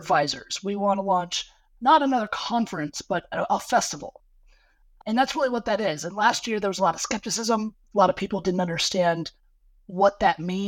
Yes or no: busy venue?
no